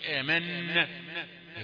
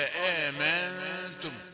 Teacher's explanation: النون يعني قبل التاء بيبقى فيها غنة بنسميها غنة إخفاء · Shown in: second take